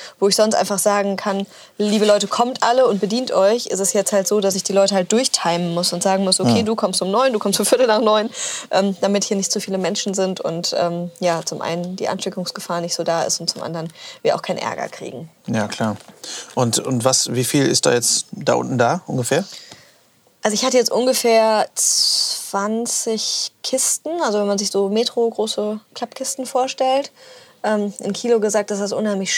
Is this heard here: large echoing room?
no